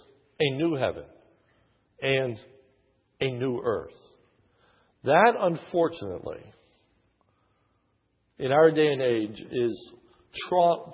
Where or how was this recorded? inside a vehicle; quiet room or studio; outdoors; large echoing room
large echoing room